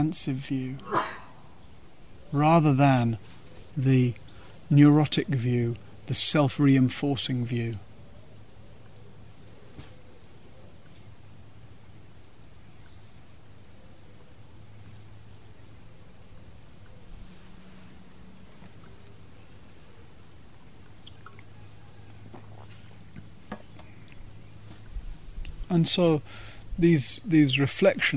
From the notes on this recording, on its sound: (Gaia House) This talk was given on the Summer solstice, and the teachings were held outside under the large Plane tree in the Gaia House gardens.